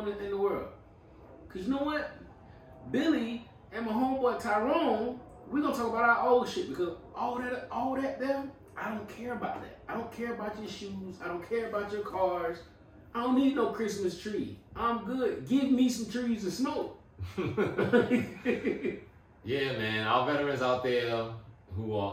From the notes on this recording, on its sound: Sorry for the audio difficulty this week